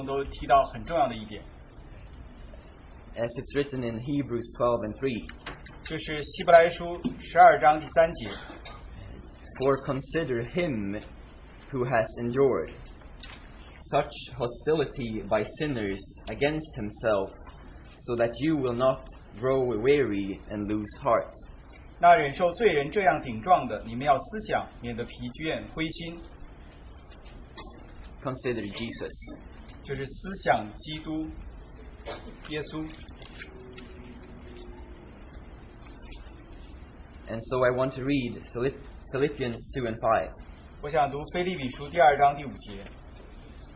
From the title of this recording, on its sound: Open Sharing from Christian Family Conference